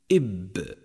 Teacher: وسميت هذه الحروف مجهورة لقوتها في نفسها وقوة الاعتماد عليها في مخرجها، فهي لا تخرج إلا بصوت قوي شديد تمنع النفس الكثير أن يجري معها عند النطق بها · تأمل أنه لا نفس يجري مع هذا الحرف · Term: حروف الجهر